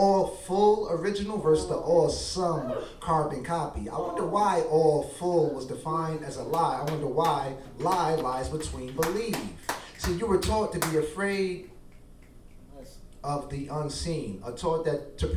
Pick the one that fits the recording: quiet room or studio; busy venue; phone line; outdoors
busy venue